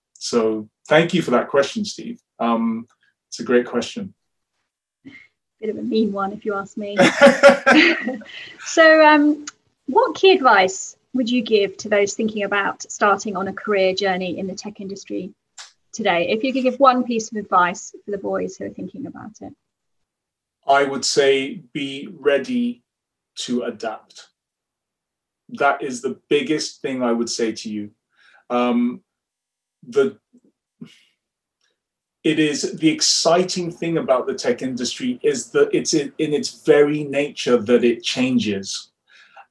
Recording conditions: video call